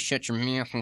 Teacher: a very nasal twang coming onto the speech, and where you start coming through your nose